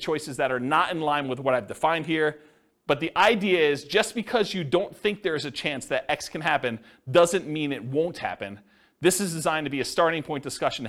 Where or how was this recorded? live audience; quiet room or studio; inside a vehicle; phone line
live audience